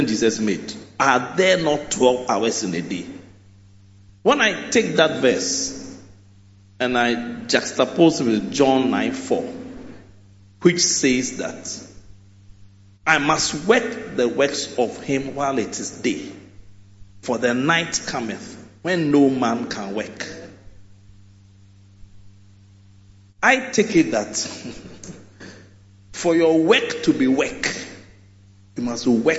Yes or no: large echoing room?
yes